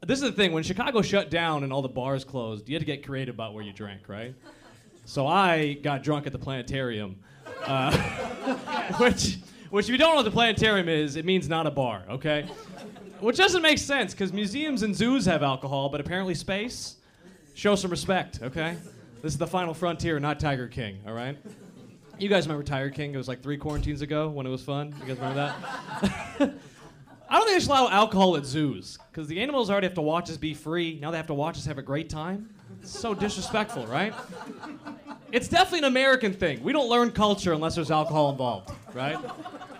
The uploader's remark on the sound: recorded at our live show